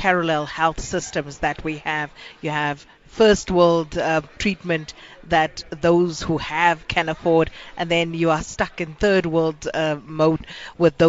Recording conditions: busy venue